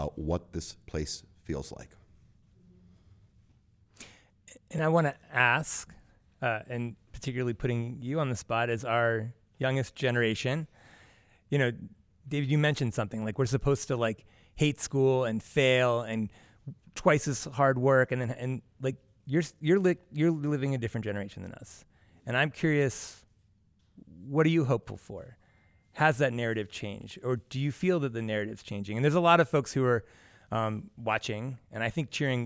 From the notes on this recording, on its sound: In a panel recorded live in front of an audience at the 2023 Eye to Eye National Friends and Allies conference.